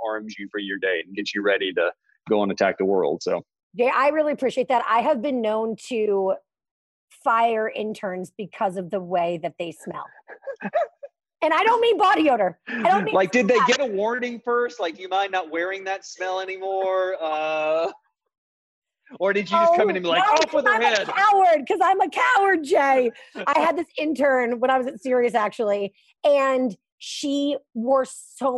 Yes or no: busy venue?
no